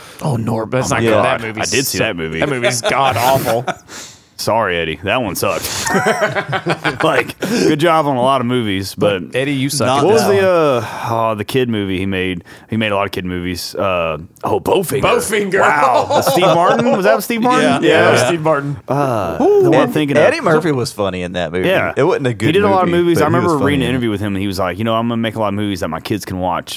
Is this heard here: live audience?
no